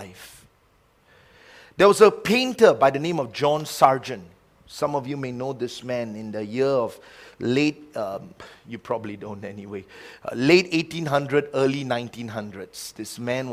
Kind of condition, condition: setting, large echoing room